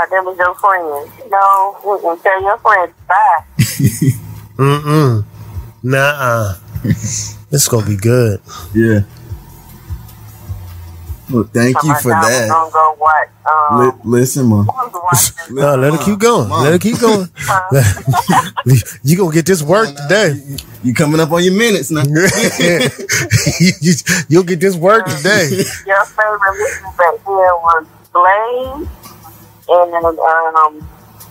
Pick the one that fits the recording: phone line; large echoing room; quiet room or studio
phone line